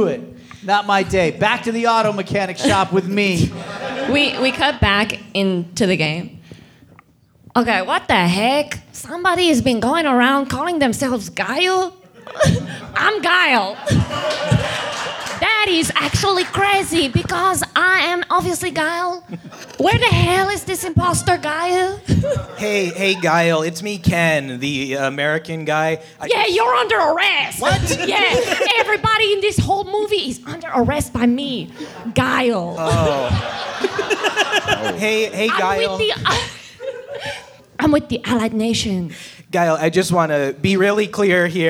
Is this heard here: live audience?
yes